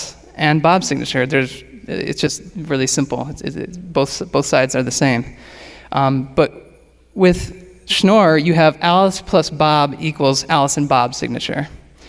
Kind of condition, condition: setting, live audience